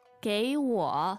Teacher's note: So the verb to give is 给. And that's a third tone.